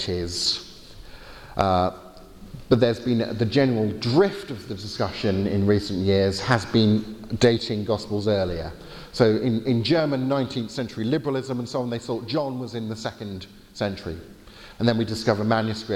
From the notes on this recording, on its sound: Lecture with Q&A from the Veritas Conference in Norway